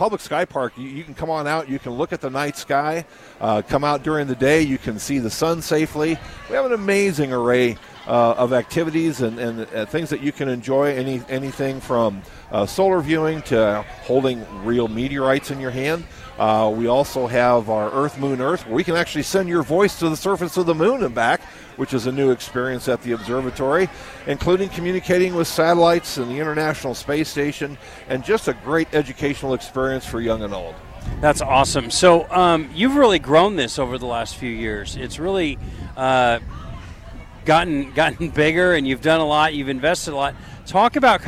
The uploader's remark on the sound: LIVE from Lincoln Airshow